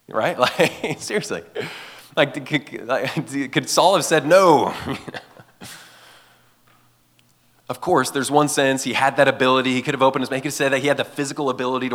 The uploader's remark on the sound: gave this message at Fall Conference 2023